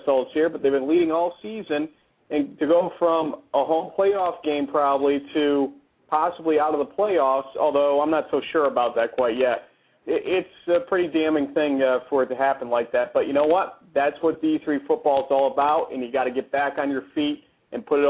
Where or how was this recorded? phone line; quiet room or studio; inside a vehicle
phone line